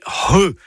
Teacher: C'est un gros H aspiré. Pensez à un hangar, hein, voilà, comme ça, ça va vous aider. · Term: C'H